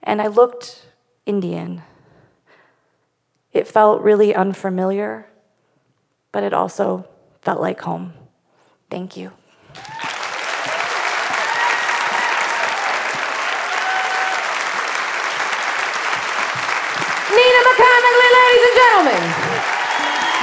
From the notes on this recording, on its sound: Live from Jackson. In front of a live audience in Jackson, Wyoming.